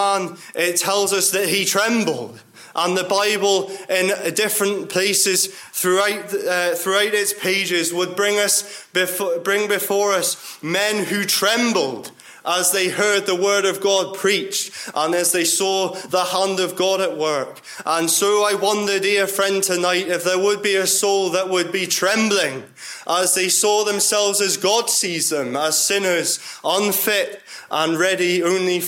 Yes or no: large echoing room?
yes